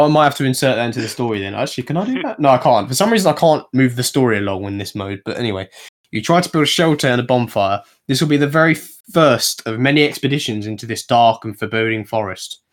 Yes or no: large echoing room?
no